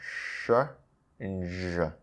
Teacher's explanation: Tongue's a little bit further back in the mouth than the S and the Z. · I almost feel like I'm rounding my lips a little bit more.